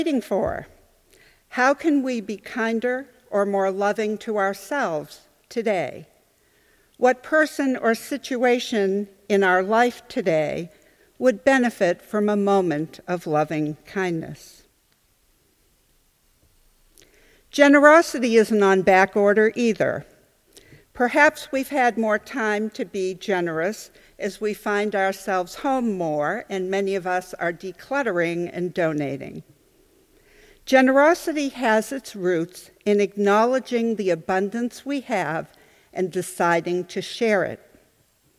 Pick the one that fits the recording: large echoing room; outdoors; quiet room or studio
large echoing room